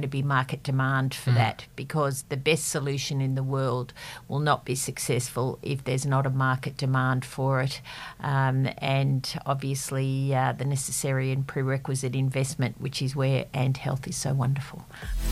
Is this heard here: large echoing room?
no